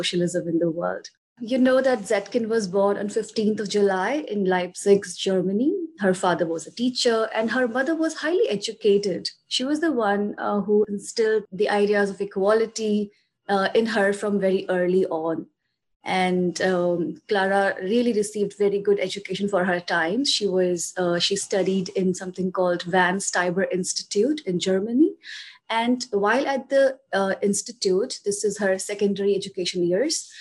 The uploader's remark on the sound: This podcast is a Zoom recording of one of the sessions of our Revolutionary Feminism course.